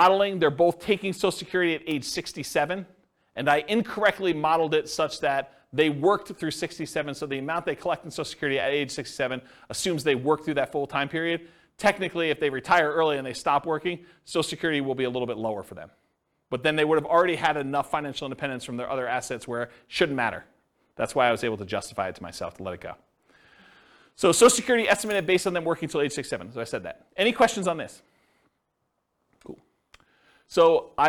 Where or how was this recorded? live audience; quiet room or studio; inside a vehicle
live audience